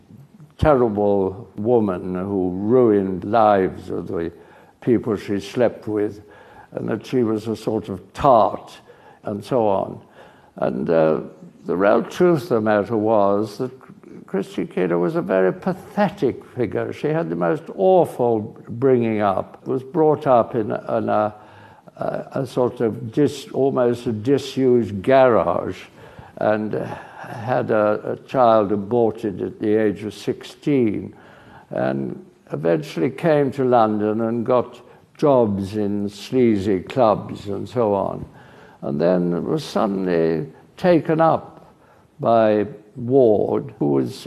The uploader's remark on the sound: at a Guardian Live event